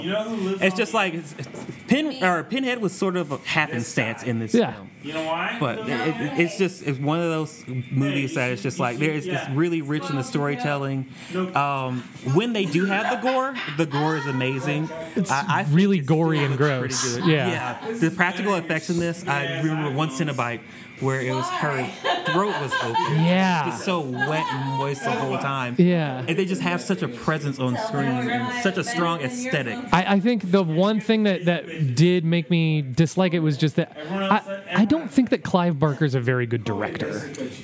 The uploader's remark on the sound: Live From Neckbrace Horror Night! We record live from the annual Neckbrace Substitute Horror Night. Everyone's having a good time hanging out while we dig into a variety of films.